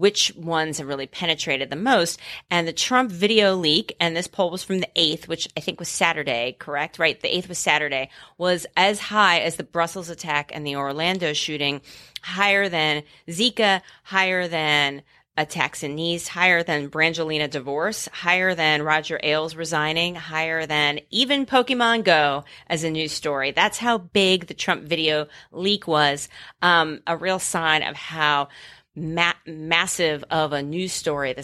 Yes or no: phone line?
no